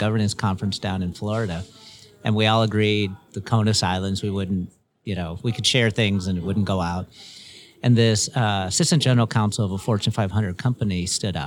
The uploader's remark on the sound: interviews at the 2024 LegalWeek conference